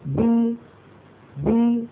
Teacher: الباء المكسورة بي بي، الشفتان ابتعدتا عن بعضهما، هذا مخرج الباء، وانخفض الفك السفلي إلى أسفل